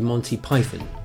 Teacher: You focus on the first syllable, you throw the second syllable away.